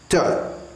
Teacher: The if you see a T written without a dot underneath it, that is pronounced by placing the tongue at the back of the upper teeth